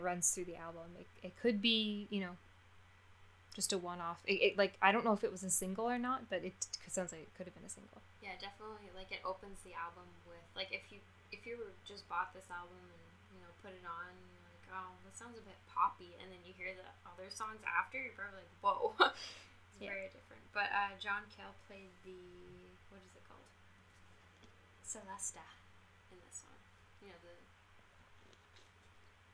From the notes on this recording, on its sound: I still don't know how to use a microphone